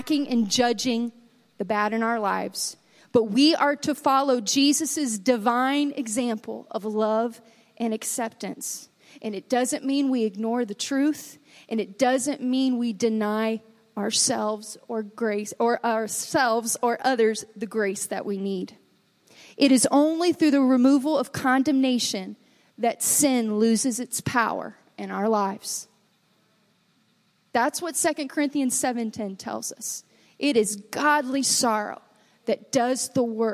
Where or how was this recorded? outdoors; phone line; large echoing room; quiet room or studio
large echoing room